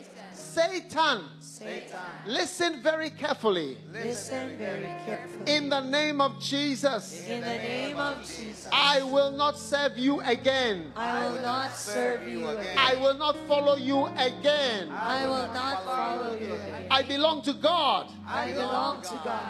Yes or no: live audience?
yes